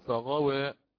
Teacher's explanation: انظروا هنا قرأت فغوى بالتقليل